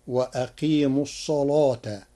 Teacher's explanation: قرأ ورش كلمة الصلاة بتغليظ اللام لوجود الصاد المفخمة قبلها فتصير وأقيموا الصلاة.